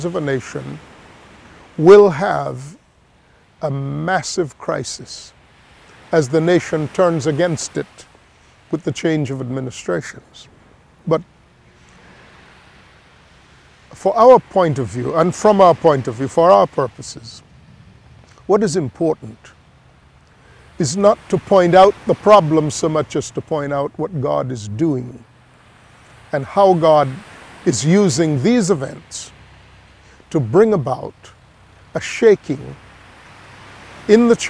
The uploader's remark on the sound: We are recording here in Grand Cayman and we are doing that outdoors, so there are many distractions. People will be passing by behind me or you will hear the sound of the surf-you will hear various noises and the like.